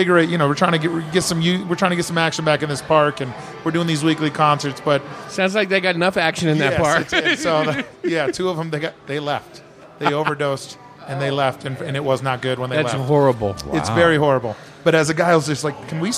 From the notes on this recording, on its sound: Recorded at Granite Mountain Brewing in Prescott, AZ. Recorded at Granite Mountain Brewing in Prescott, AZ.